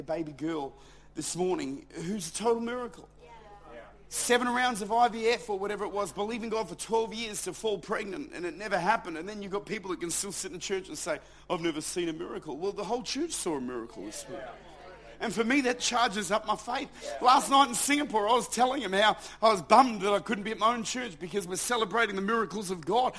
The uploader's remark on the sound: Recorded at Lifepoint Church, Adelaide.